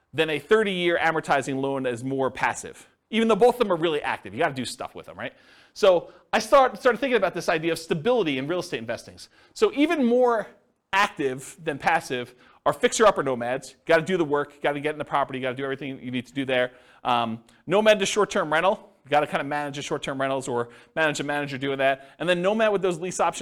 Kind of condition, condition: setting, live audience